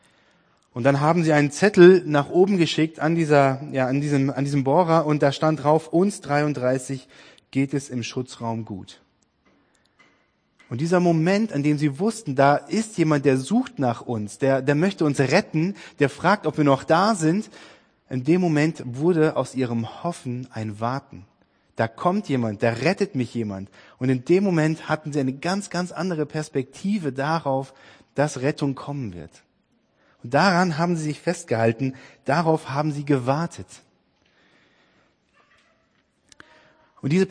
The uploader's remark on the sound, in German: Predigt-Podcast aus dem FORUM HOFFNUNG in Dresden